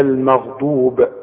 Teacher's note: الغين اللي عليها السكون بتبقى اقل درجة في التفخيم